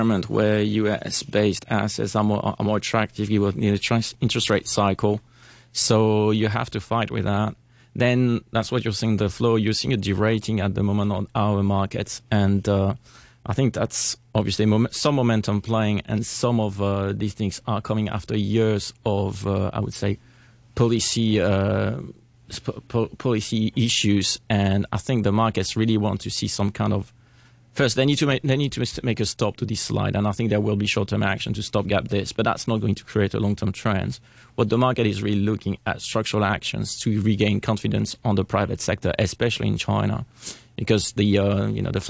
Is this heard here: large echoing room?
no